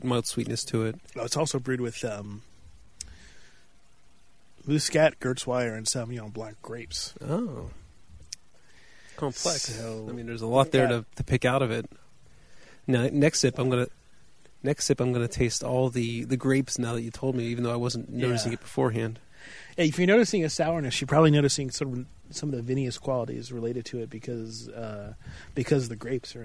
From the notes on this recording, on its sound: We're recording on the mobile rig outside, we have guests to share the beer.